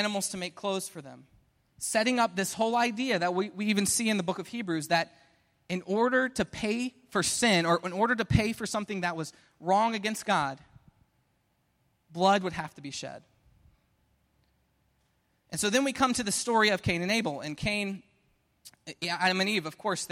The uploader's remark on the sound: Preached at Restoration Road Church on July 2, 2017